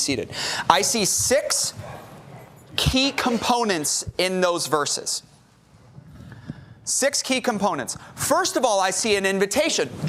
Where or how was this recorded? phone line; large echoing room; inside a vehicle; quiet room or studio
large echoing room